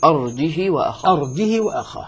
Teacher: كسر الهاء قصر يعني لم يمدها مد صلة. قالوا أرجه وأخاه طبعا على ما عنده من مسألة القصر والتوسط في المنفصل.